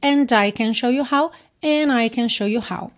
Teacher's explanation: Aqui juntou and e I pelo N